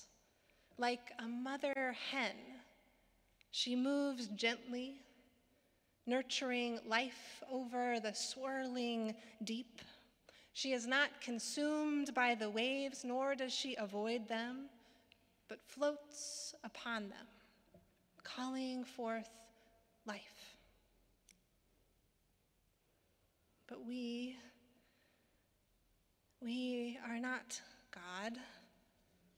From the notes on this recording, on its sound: Sermons from Old South Church in Boston